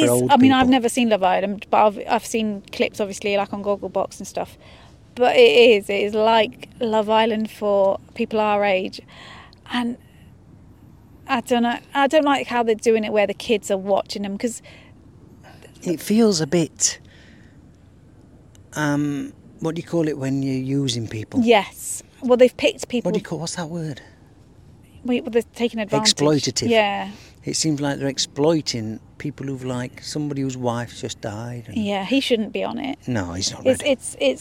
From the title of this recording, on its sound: Live from Hyde Park